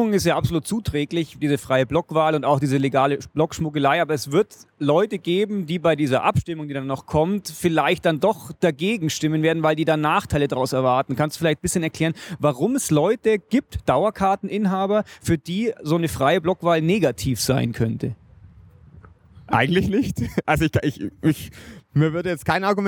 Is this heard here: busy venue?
yes